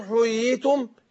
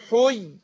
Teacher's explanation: بيعمل فصلة بسيطة بمقدار الألف بين الياءين عشان يمنع مسألة الإدغام في المتماثلين · Shown in: second take · لأن الياءين متماثلين. · Term: فصلة يسيرة